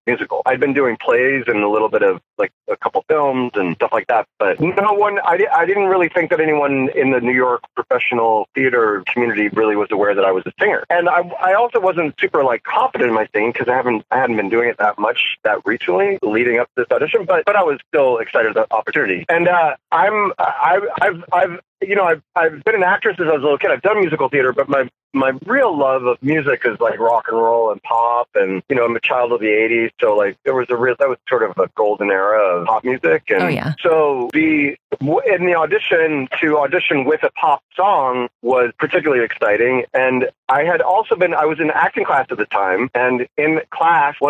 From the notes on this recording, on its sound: via the world's shoddiest phone connection.